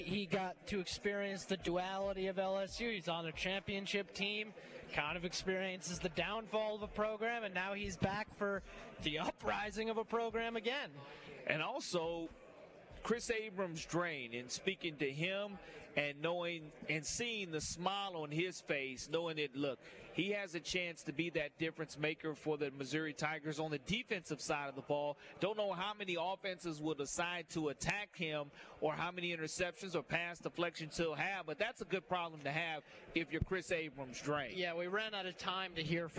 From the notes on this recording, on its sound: Live at SEC Media Days: Day 1. The Nashville SEC Media Day One!